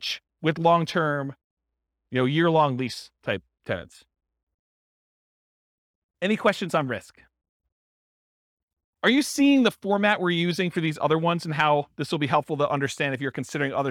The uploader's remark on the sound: This was a live class recorded